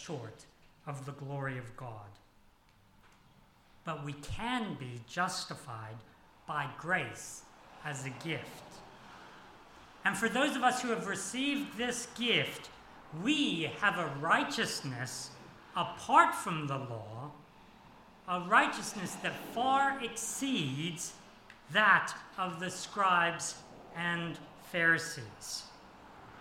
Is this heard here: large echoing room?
yes